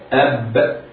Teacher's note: اقرأ انطق مثلا تقول أم، تجد أن الشفتين قد انطبقا عند نطق الميم، كذلك الباء أب، إلا أن الميم متوسطة بين الشدة والرخاوة فيدر النفس معها بعض الشيء، بينما الباء حرف شديد مجهور فيتعين قلقلته. ولذا يقول علماء الصوت المحدثون إن الباء حرف انفجاري.